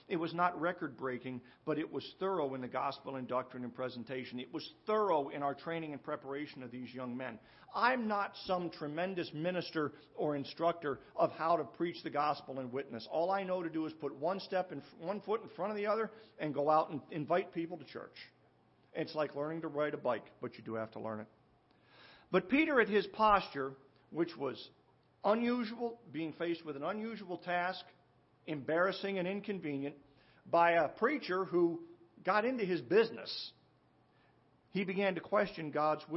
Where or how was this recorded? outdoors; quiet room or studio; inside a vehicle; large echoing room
large echoing room